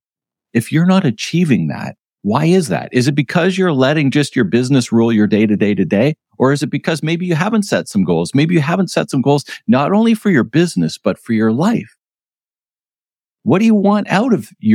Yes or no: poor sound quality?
no